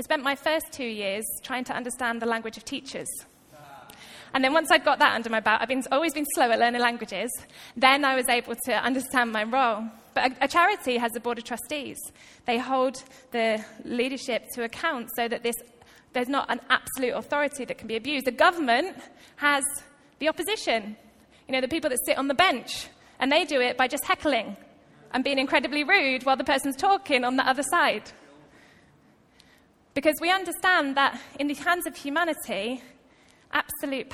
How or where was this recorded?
large echoing room